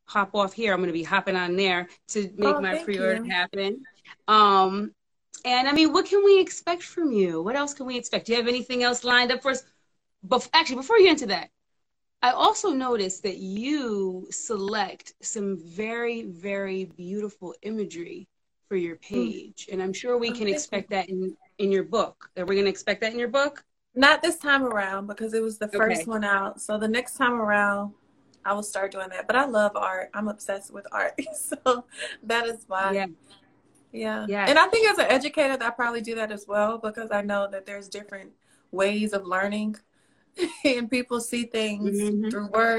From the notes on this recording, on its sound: a special Instagram Live #WFH edition